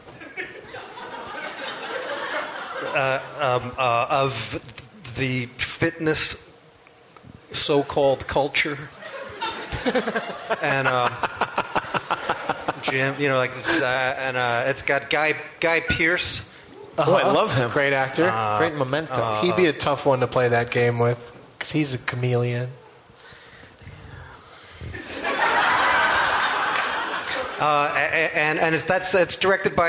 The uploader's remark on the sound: Live from the Gramercy Theatre in New York City